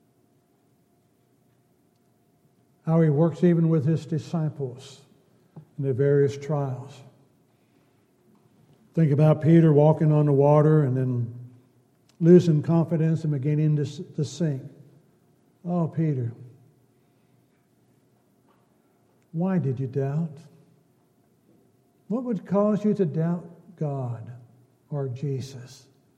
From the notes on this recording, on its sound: Downtown Church Of Christ Audio Sermon